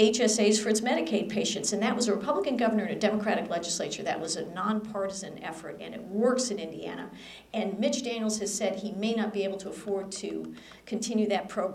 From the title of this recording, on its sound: At Ripon Society Health Forum on April 14, 2011